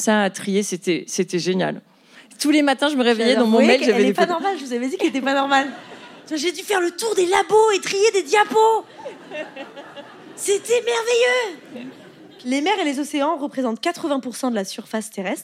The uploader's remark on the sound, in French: Captation réalisée au théâtre de l'Européen.